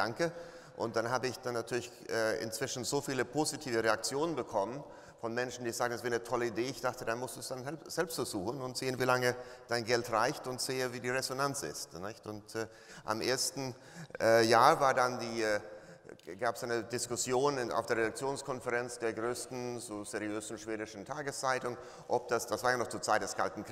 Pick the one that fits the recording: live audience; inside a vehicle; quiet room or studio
live audience